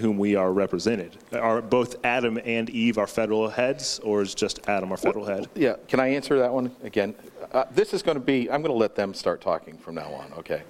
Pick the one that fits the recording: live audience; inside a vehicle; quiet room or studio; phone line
live audience